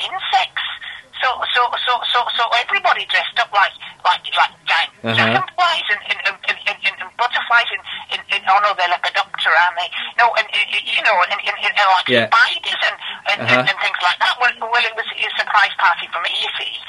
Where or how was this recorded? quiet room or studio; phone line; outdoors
phone line